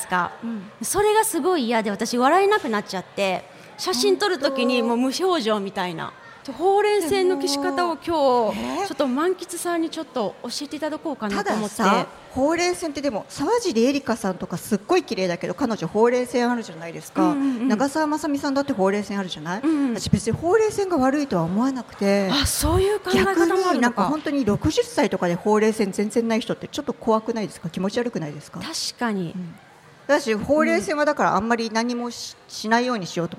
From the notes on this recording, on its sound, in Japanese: スパメッツァおおたか 竜泉寺の湯」にて行われた番組初の公開録音イベントの様子をお届け！